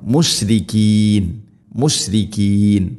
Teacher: മുഷ് ഷീനിനെ പരത്തി ഉച്ചരിക്കണം